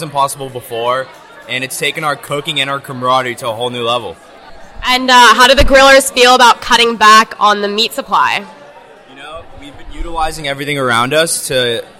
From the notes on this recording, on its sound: Live from Barbecue! One of Berkeley Hillel's main weekly events: Barbecue!